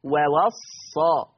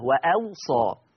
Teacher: أما ورش يقول وأوصى، بيحط همزة بين الواوين بهمزة مفتوحة بين الواوين مع تخفيف الصاد · Shown in: second take · ما بقتش مشددة وأوصى.